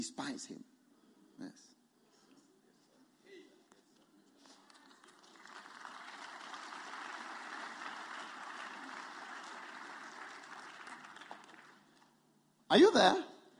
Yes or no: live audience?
yes